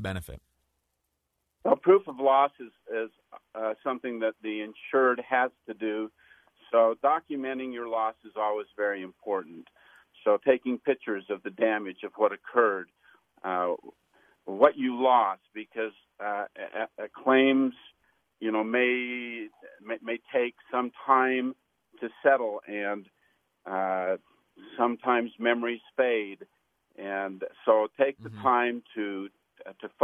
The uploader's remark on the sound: Live calls from listeners.